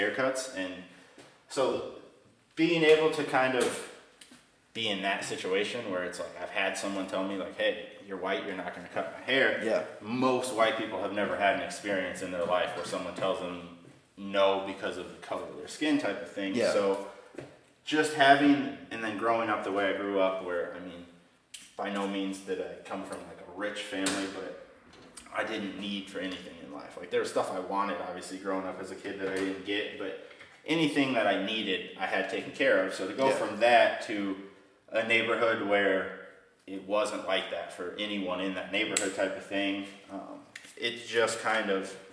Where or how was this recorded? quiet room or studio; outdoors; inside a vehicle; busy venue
busy venue